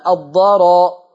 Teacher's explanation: الراء بتاعت الضرر مفخمة